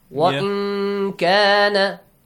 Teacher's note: hide the sound of noon, let a nasal sound come out